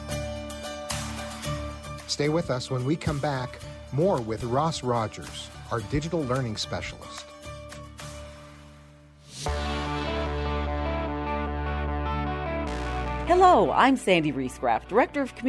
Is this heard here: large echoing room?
no